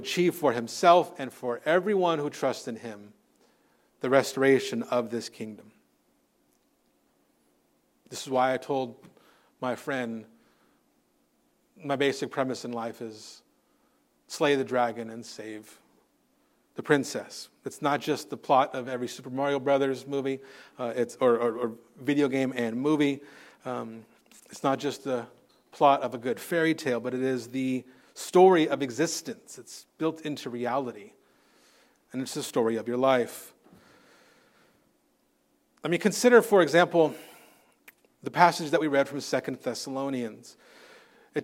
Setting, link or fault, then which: setting, large echoing room